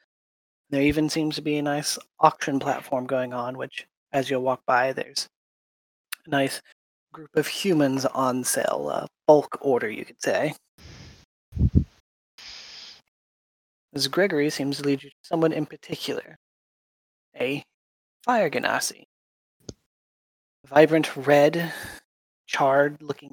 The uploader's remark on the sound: this session did not record correctly and is of very low quality